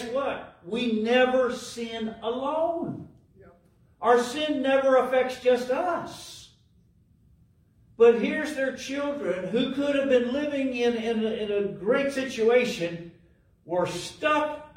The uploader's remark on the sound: LIVE from Calvary